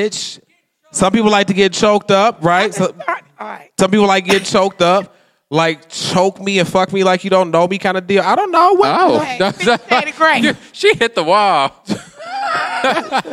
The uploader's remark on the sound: In their first-ever live recording at the Detroit is Different inaugural podcast festival, 2019.